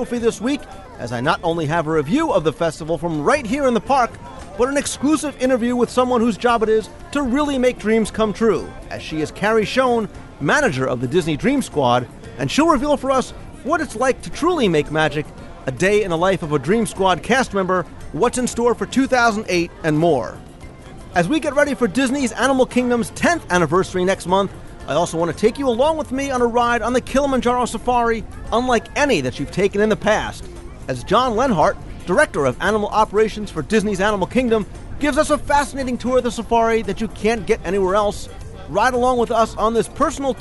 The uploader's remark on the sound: This week I am coming to you LIVE from Walt Disney World, as I am standing on the promenade of World Showcase in Epcot. Enjoying the sights, sounds and scents of the 15th Annual Epcot Flower and Garden Festival. I not only have a review of the Festival from right here from the park.